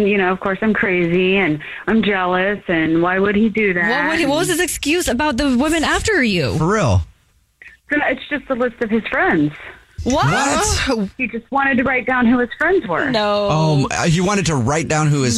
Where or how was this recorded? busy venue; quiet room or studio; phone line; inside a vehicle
phone line